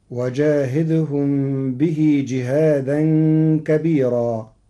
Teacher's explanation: قرأ ورش كلمة كبيرة بترقيق الراء المنصوبة المنونة وصلا ووقفا لوجود ياء ساكنة قبلها